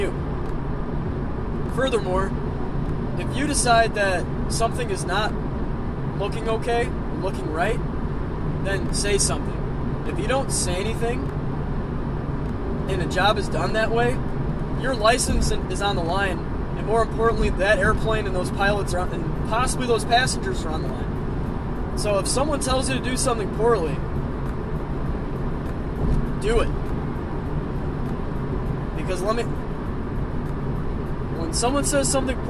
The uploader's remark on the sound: Just a little rant from my car on my way home from work!